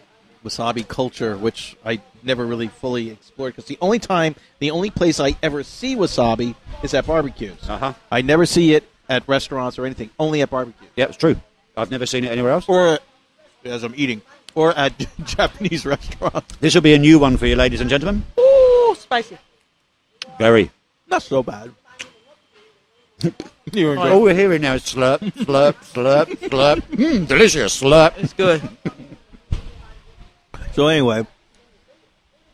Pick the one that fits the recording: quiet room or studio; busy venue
busy venue